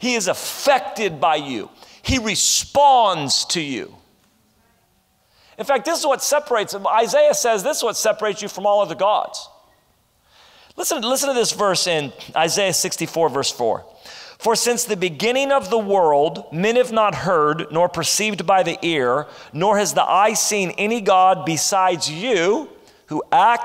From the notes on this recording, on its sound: This is session 1 from our Ignite Conference.